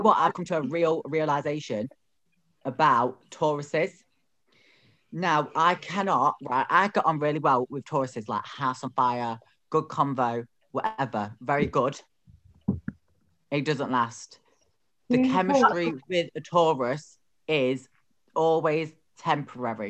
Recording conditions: poor microphone